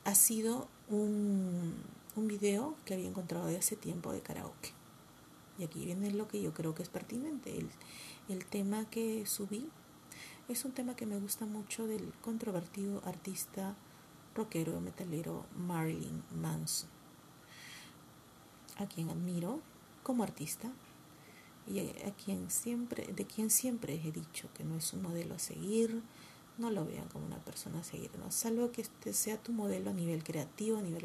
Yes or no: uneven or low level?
yes